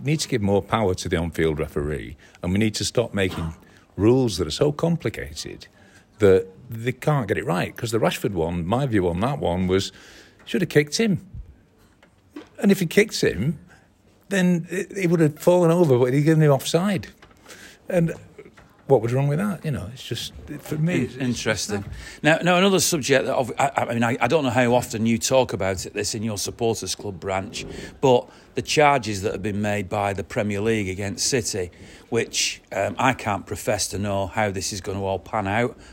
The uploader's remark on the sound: Special Forever Blue 'Live' From the Bury MCFC Supporters Club.